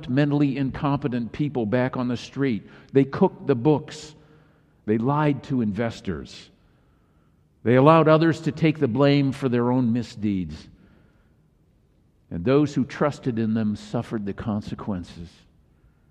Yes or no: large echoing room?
yes